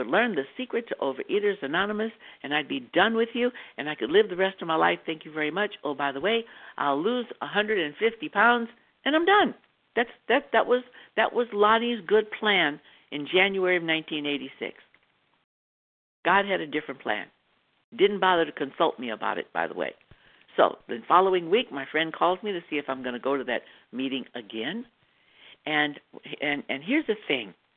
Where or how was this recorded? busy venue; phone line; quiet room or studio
phone line